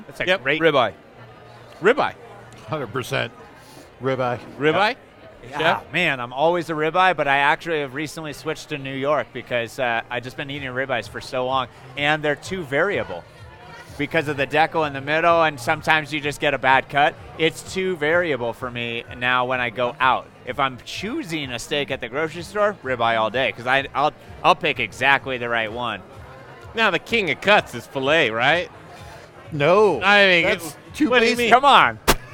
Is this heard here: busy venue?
yes